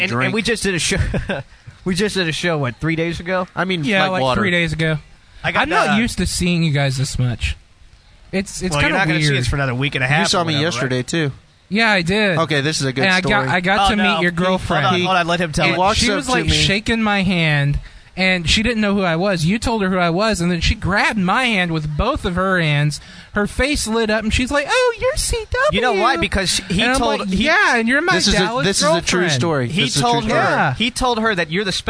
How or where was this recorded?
busy venue